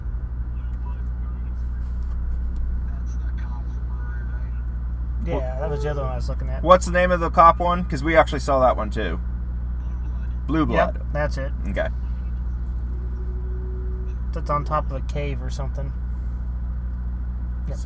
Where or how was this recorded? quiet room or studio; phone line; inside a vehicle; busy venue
inside a vehicle